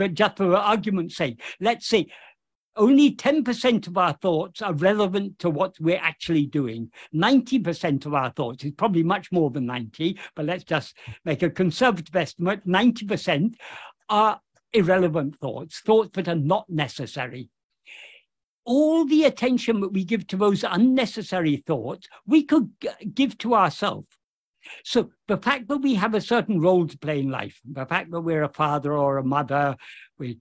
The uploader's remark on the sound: In a Zoom meeting with the Ramana Maharshi Foundation UK on 9th September 2023